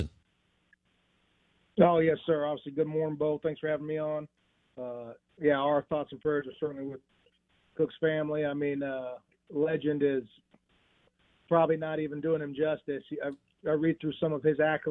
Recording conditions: phone line